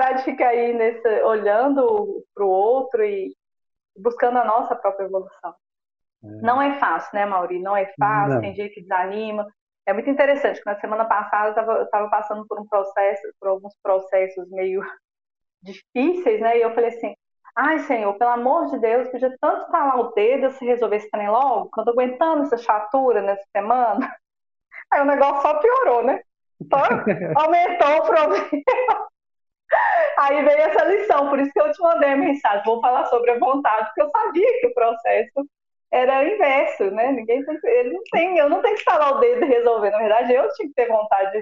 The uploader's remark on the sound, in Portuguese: Gravação com problemas técnicos. A gravação sofreu intercorrências, entretanto, por ser possível captar a mensagem transmitida pela palestrante optamos por disponibilizar com as falhas.